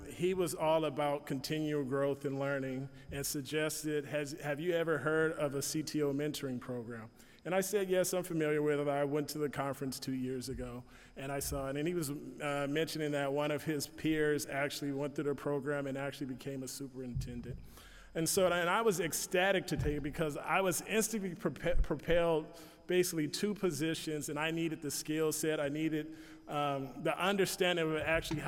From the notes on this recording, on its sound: I am sharing a presentation that I gave at an IT Conference in Sacramento